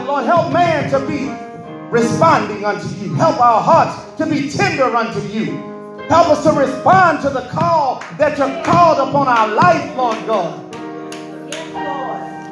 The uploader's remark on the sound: This message was recorded in the sanctuary of True Vine Missionary Baptist Church in Hauhnville Louisiana.